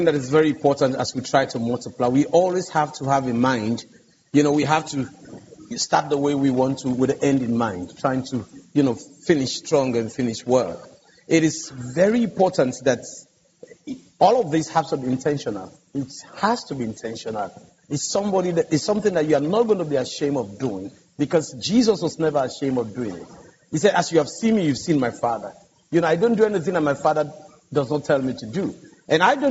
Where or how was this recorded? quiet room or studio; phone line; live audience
live audience